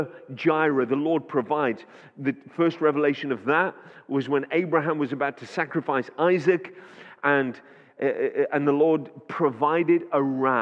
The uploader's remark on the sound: Audio recording taken from Kent Prayer Quake 2021.